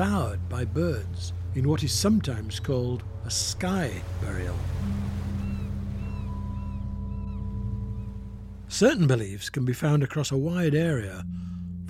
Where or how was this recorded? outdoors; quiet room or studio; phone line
outdoors